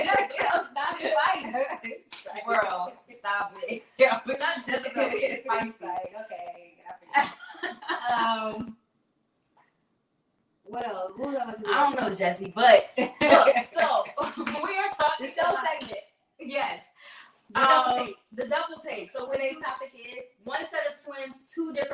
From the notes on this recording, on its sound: We apologize in advance for the technical difficulties. Our sound was a little muffled.